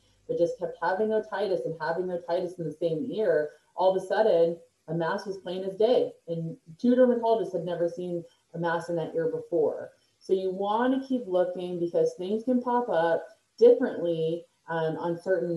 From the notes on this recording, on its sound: Sorry for the poor audio during this recording.